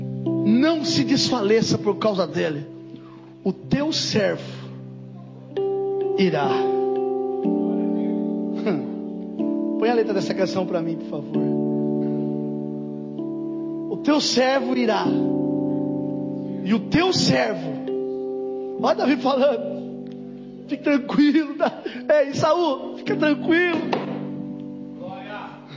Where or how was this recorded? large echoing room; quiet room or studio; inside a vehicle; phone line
large echoing room